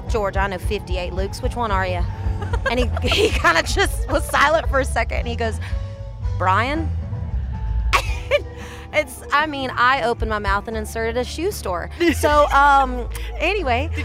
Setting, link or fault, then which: setting, busy venue